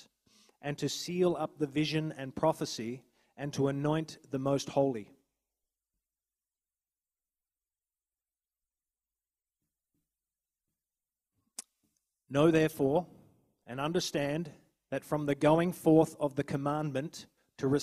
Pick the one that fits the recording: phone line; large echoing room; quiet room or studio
large echoing room